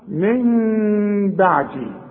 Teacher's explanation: يبقى هنا في ثلاث احكام العلماء بيقولوا اقلاب هنقلب النون الى ميم ونخفيها بالشفايف اخفاء مع الغنة. واسمع نطقها من بعدي، ما اقولش من بعدي واقولها نون، ولا اقولها ميم خالصة واقول من بعدي، يحصل انفراد في الشفايف.